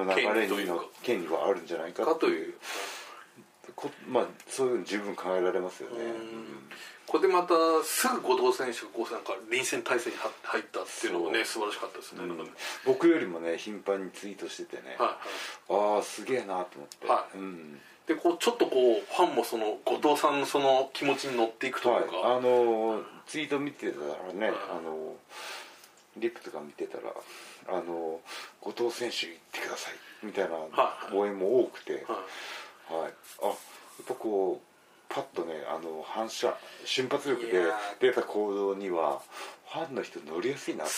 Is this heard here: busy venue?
no